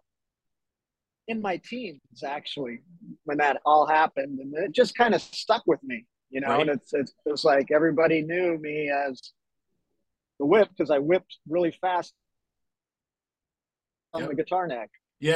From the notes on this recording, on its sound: From his Tour Bus on the Road.